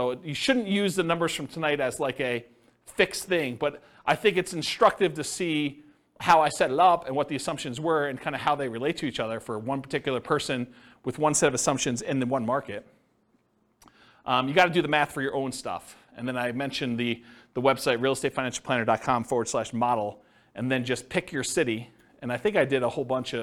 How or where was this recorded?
live audience